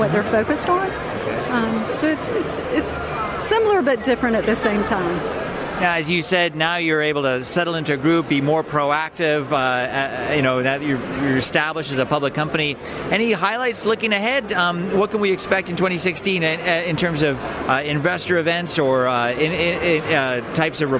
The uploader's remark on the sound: live from the IR Magazine Awards - US 2016